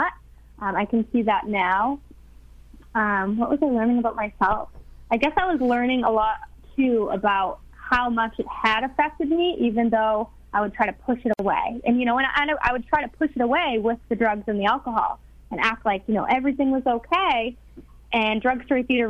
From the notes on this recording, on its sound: a surprise call in from one of the original cast!